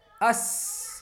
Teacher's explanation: is going to skip the lam and is going to go join the seen